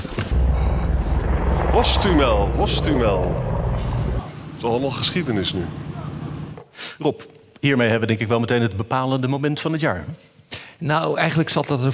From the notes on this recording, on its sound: live in Tivoli, Utrecht